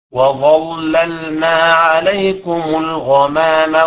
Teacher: ورش يقرأ بالتغليظ اللام الأولى المشددة، وكذلك لام وما ظلمونا